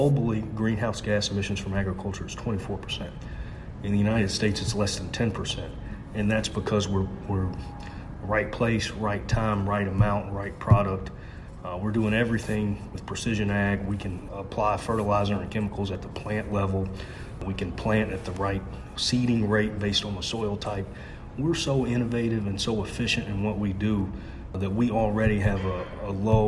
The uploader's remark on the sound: Recorded on February 25, 2020 at the National Association of State Departments of Agriculture conference.